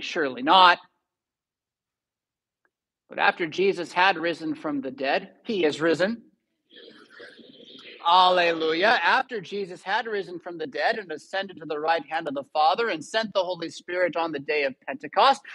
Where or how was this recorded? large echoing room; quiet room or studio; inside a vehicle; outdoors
large echoing room